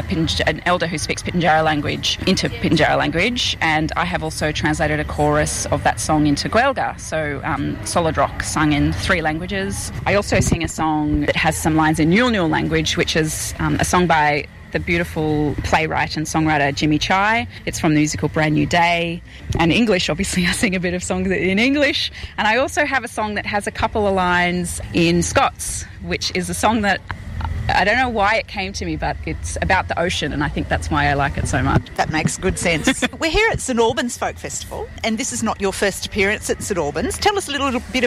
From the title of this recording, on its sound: at St Albans Folk Festival 22nd April 2023